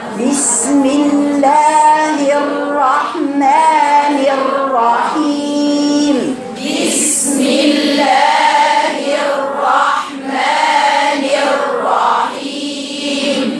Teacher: الراء وانت بتجيب الراء بيني فيها تكرارة واحدة بيني المخرج بيني صفاتها بسم الله الرحمن الرحيم بسم الله الرحمن